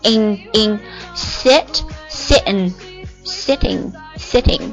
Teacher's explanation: 它不是 n，它是一个中空的用鼻子发音的